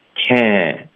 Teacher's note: 所以你发这个哎的时候呢，同时会带一点点前鼻音